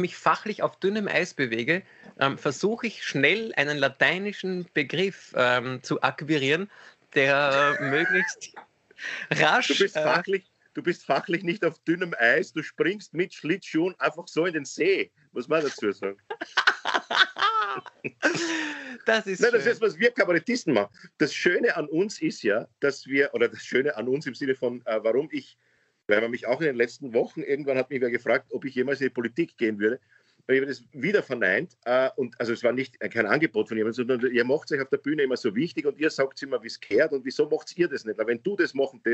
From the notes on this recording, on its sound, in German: Aufzeichnung einer Skype Session vom Montag, 4. Weil das aktuell nicht möglich ist, finden sie ihr Publikum, indem sie einander via Skype am Abend beim Reden zusehen.